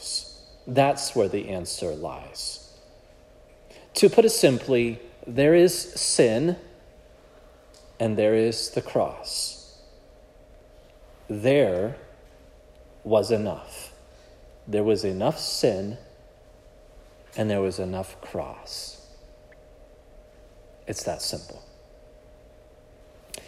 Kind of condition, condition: setting, large echoing room